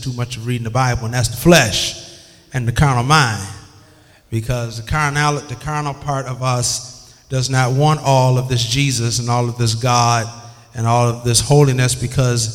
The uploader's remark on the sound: This bible study was recorded in 2007 at Greater Bible Way Temple in Bay City, MI.